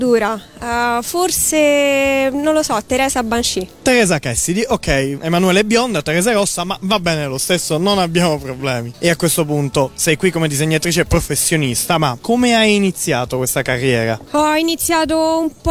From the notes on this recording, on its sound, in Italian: Da Etna Comics 2012 la nostra intervista.